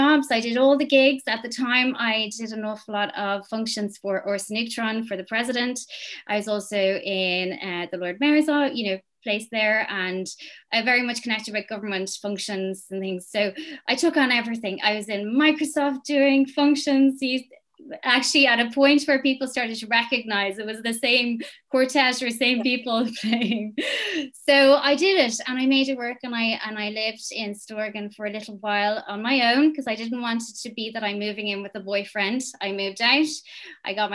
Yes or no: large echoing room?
no